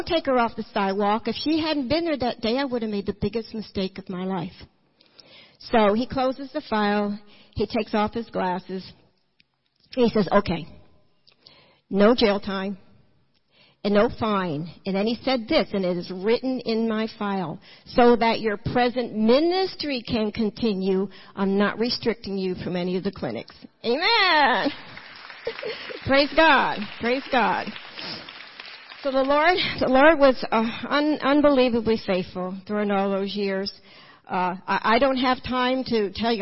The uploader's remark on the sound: Recorded at New Hope Church in Kodak, Tennessee in 2012.